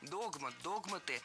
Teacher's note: Раньше словари требовали ударения на первом слоге